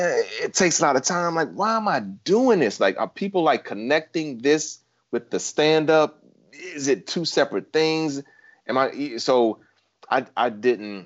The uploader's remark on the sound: Of course, we hoped to meet in person, but for now we're coming LIVE to you from our living rooms.